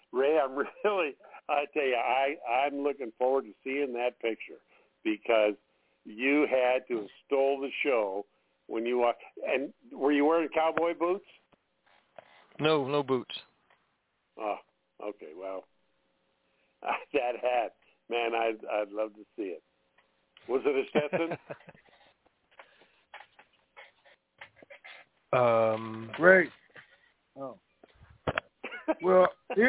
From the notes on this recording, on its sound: TNTSuperfantastic Conference Call